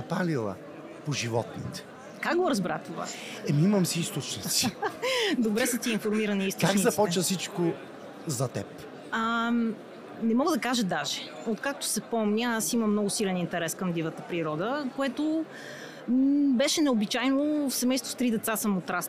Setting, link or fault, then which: setting, busy venue